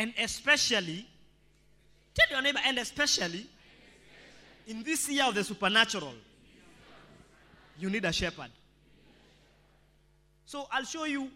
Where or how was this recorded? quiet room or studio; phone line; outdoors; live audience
live audience